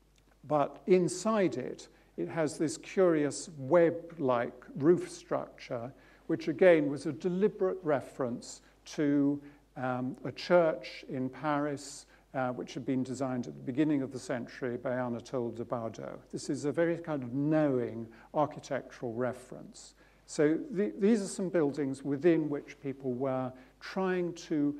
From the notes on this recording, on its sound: UCL Lunch Hour Lecture.